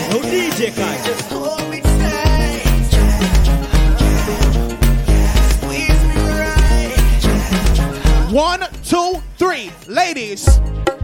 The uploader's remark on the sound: Going Away Party Live Aduio. This is the official going away party audio.